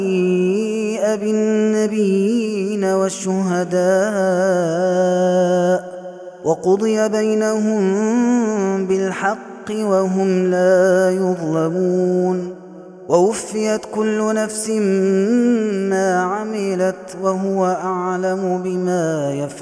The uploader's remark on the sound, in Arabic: هذا التسجيل من صلاة التراويح